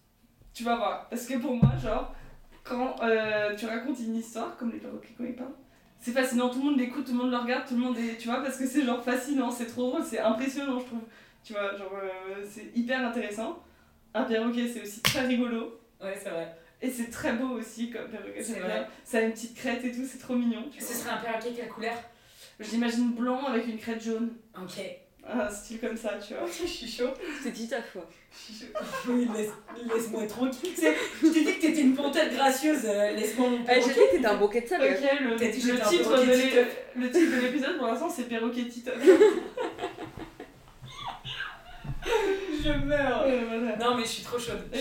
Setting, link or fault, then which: fault, poor sound quality